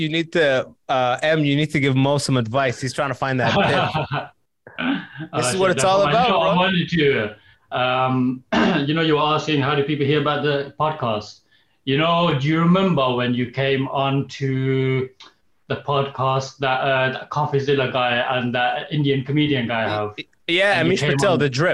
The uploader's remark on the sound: We got on Zoom to chat with some listeners